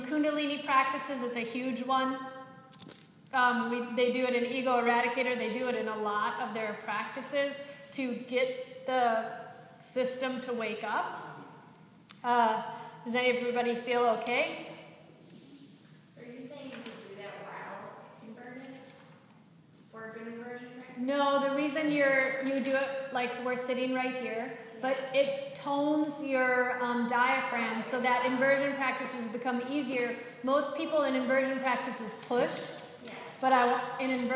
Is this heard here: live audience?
yes